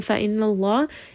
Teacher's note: the name of Allah here is going to be heavy